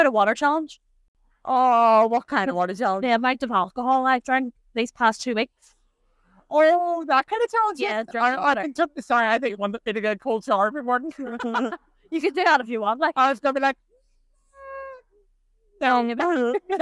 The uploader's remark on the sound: we taking our recording on and off the road